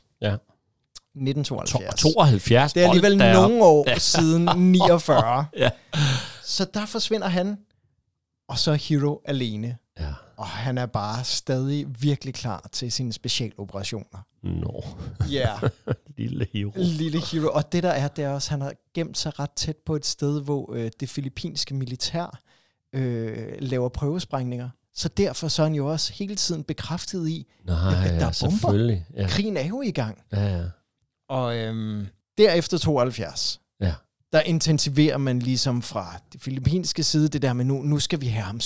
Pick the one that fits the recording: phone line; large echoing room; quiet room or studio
quiet room or studio